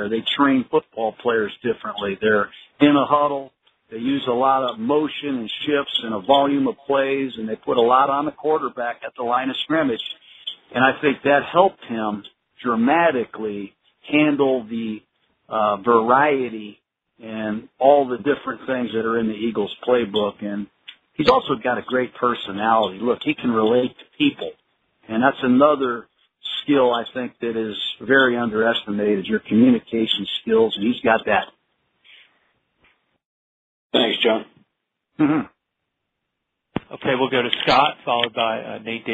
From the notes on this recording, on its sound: NFL Draft Conference Call